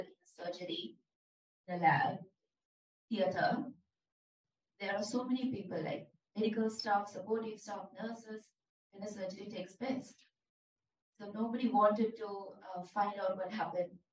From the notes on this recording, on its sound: This recording is from a Global Journalism Spotlight event that took place on March 23, 2023 a the Minneapolis Central Library. A live Q&A session.